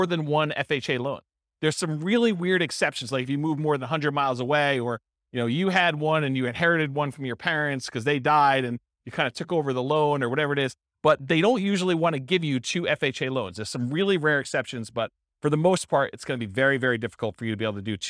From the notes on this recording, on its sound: This was a live class recorded